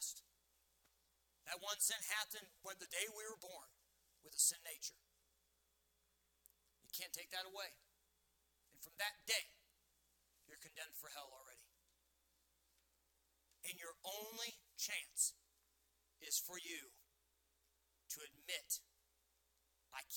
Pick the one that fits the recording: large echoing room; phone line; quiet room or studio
large echoing room